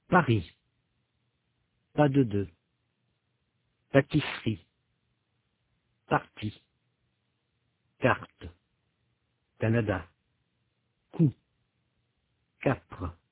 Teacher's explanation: Notez qu'il n'y a pas d'explosion après les consonnes p, te et que. La voyelle suit immédiatement.